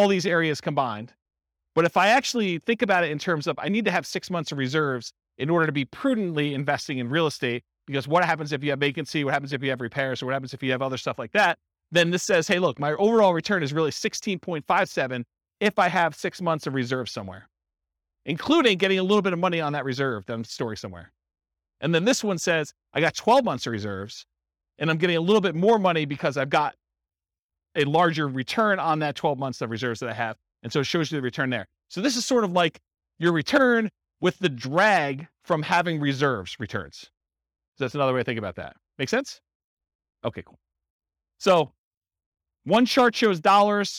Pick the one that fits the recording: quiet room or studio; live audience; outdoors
live audience